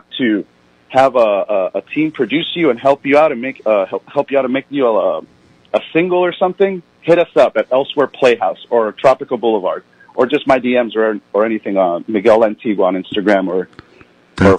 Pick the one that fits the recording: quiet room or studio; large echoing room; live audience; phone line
phone line